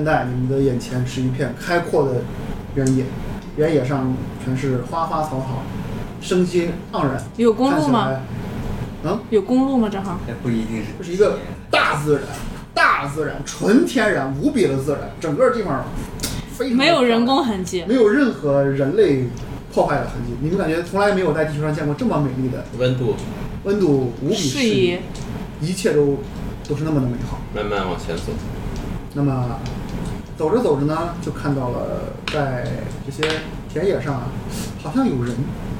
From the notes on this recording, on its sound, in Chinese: 这是兔子洞第一次尝试将我们平时跑团的过程录制下来。因为录制的环境和大家散座的位置，收音的质量可能比较差，敬请大家谅解。